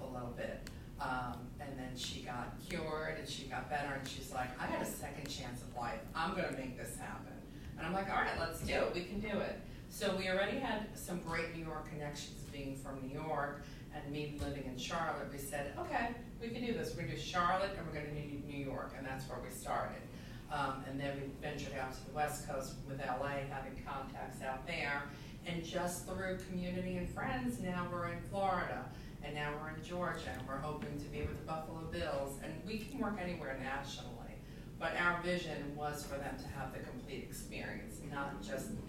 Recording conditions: poor sound quality